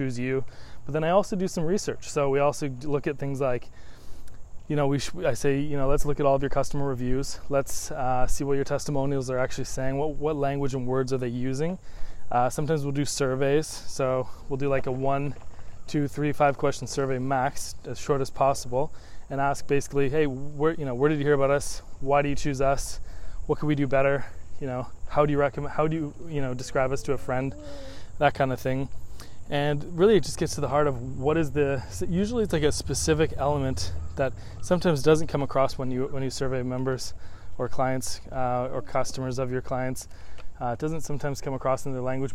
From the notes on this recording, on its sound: I recorded this quick audio while walking outside. The audio isn't great. I realize it can bug people to listen to low-ish quality audio.